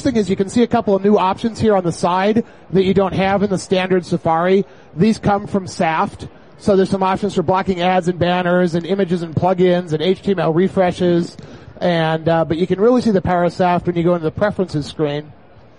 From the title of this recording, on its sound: live at Macworld Expo 2007